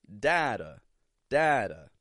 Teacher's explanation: Strong D in the beginning, flap T on the end, with a schwa.